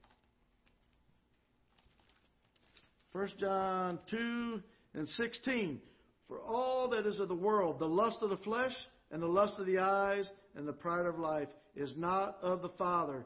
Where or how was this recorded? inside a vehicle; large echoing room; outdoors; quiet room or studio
large echoing room